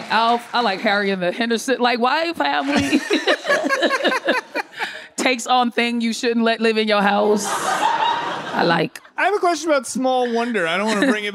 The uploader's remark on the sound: For a special live recording in New York City!